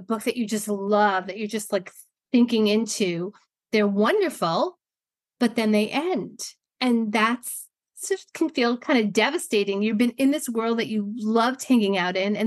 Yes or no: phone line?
no